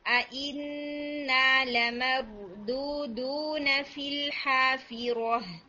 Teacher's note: first والے دال میں تھوڑی دھو آواز آ گئی تھی یعنی ایئر والی ساؤنڈ آ گئی تھی تو یہ نہیں ہونی چاہیے